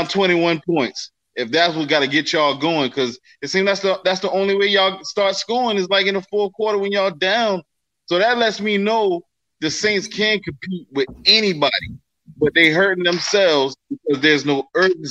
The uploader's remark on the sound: we open up the phone lines for family to chime in with post game reaction